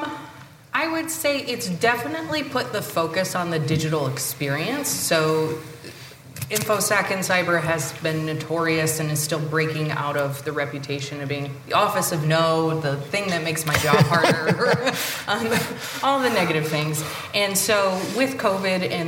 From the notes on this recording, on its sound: At the 2022 Cyber Marketing Con, the CyberWire presented a CISO Q&A panel session. Additional bonus questions submitted by attendees.